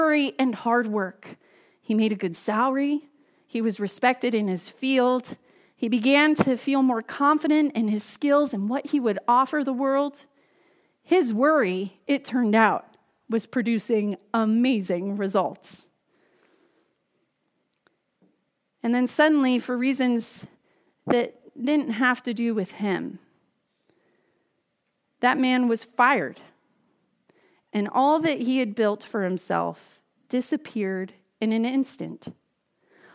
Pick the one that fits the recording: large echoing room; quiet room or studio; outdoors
large echoing room